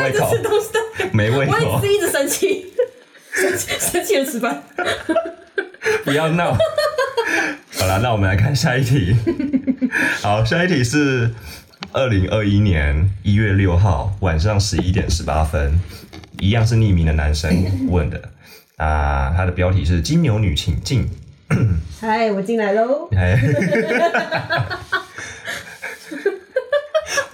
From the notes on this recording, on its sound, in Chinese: 整集真的很歡樂很吵。可惜的是錄音的時候沒注意到有信號干擾的情況，。